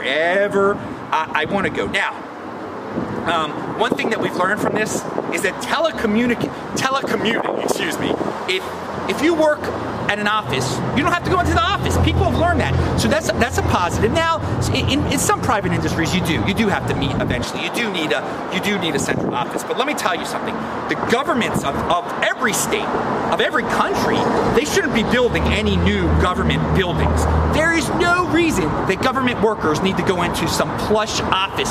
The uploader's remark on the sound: On the streets of LA, inside of LAX. The second part of the show which was filmed outside on the streets of LA. There is some background noise (since it is outside). Mostly recorded in Los Angeles, CA.